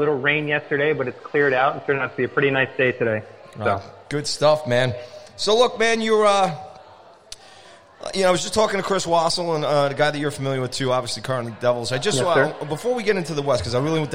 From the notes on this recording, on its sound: live from Arooga's Grill House and Sports Bar in Rockville Centre, NY